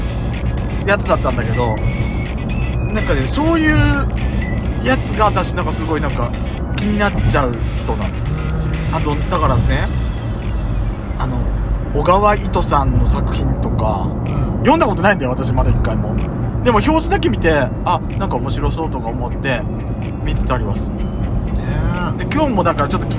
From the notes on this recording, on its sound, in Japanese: ドスドライブ収録。ロードノイズゴメンね。